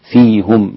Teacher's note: فيهم رسولا ضمها الإمام يعقوب، فيهم ضم الهاء